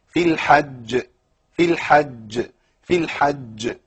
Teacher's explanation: انا عندي حرف مقلقل مشدد موقوف عليه، يعني اعلى صوت للقلقله، تمام، او اعلى مرتبه للقلقله في هذا الموضع بالنسبه لحرف الجيم. · Term: القلقله